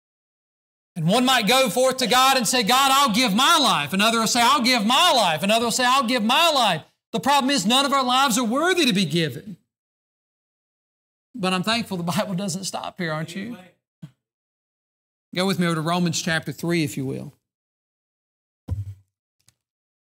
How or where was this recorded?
large echoing room